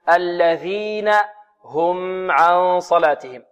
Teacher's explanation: الذين هنا الذال معجمة منقوطة، لابد من إخراجها مخرجها، طرف اللسان مع أطراف الثنايا العليا